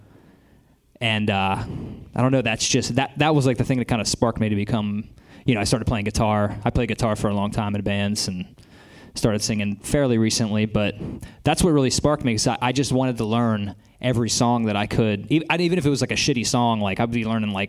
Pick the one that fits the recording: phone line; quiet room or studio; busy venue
busy venue